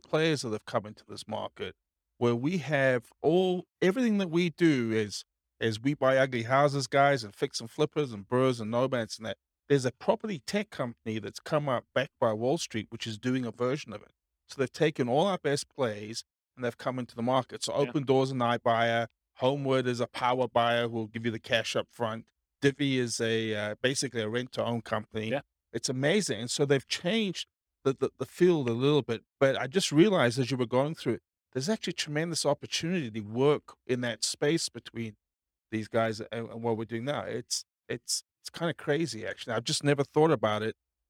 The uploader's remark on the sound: Real estate entrepreneurs in Elgin, Illinois. This was a live class recorded to give investors a solid qualitative overview of all the different real estate investing strategies.